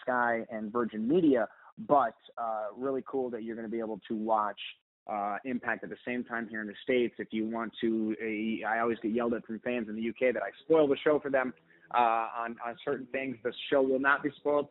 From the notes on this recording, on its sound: Media Teleconference Interview